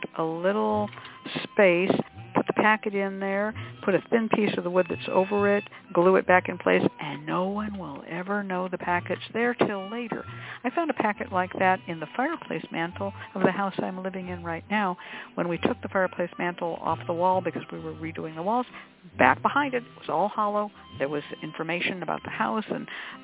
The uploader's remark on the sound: The Lucky Mojo Hoodoo Rootwork Hour is a real, live call-in show where the general public gets a chance to ask about actual problems with love, career, and spiritual protection. We begin this show with a Discussion Panel.